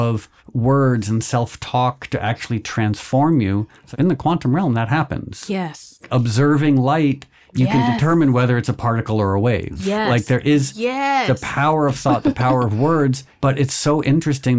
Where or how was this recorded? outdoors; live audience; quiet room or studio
quiet room or studio